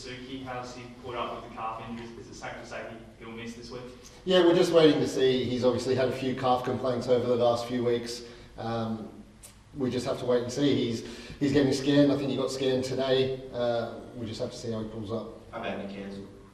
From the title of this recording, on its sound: press conference